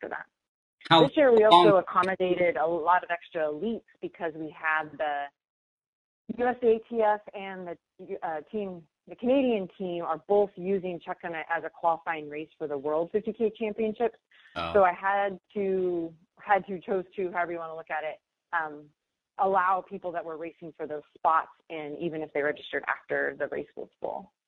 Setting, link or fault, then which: link, phone line